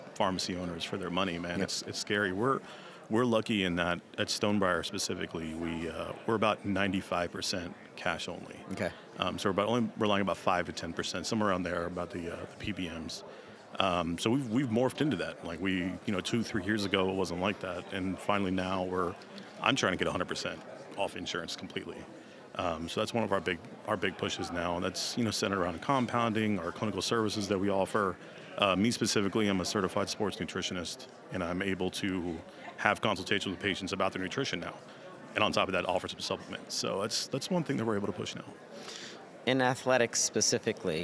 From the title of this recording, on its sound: DiversifyRx Profit Summit LIVE